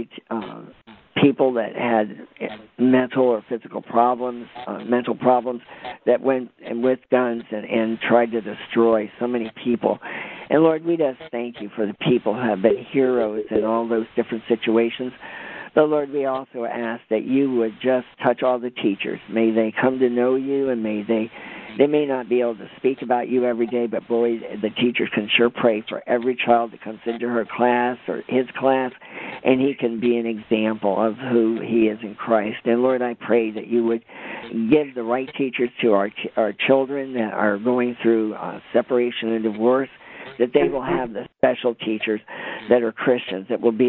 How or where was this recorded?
phone line